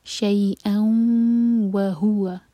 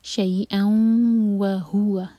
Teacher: شیئا، شیئ مد لین سافٹ پڑھیں گے. شیئا وہو، حمزہ پر فتح کی تنوین اس کے بعد واو تو ادغام غنہ کے ساتھ، ناک میں آواز لے جائیں گے اور دو سیکنڈس کا ٹائم دیں گے